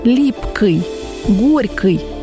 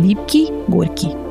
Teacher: в случае мягкого окончания в прилагательных говорили твердо · Shown in: first take · «липкой», «горькой» вместо «липкий», «горький».